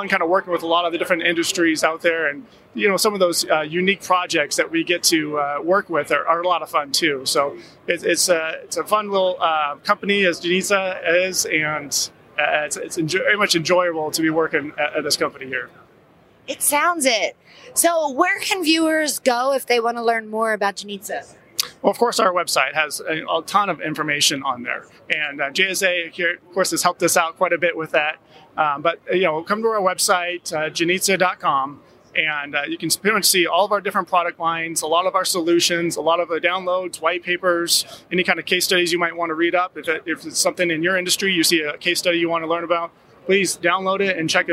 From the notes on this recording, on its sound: From the Channel Partners Conference & Expo showroom floor!